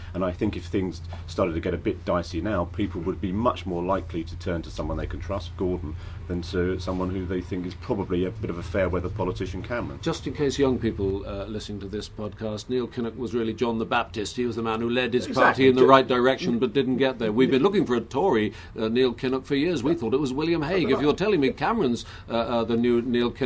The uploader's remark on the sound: podcast from Labour conference 2006